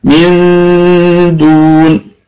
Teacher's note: نون ساكنة جاء بعدها حرف الدال إخفاء حقيقي بغنة، إخفاء حقيقي بغنة من دون، دون الكلمة كلها مرققة والدال قلقلة نسبية، والدال حرف ممدود بالواو مد طبيعي وصلا عارض للسكون وقفا وفيها أربعة أوجه أيضا، يعني أربعة أوجه إزاي؟